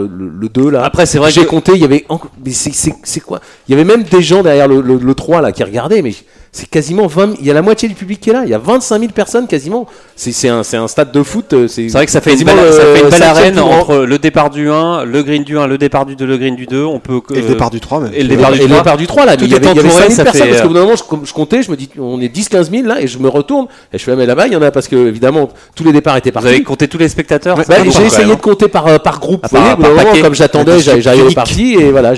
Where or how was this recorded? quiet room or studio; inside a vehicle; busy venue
busy venue